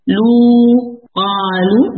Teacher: جو او ساؤنڈ ہے لام کے ساتھ لگی ہوئی، اس کا مخرج جوف ہے · Term: واو مد